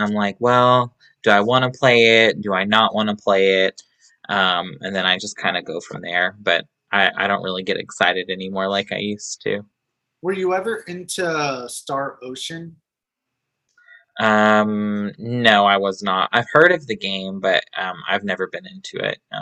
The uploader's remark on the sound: With the help of Zoom we chatting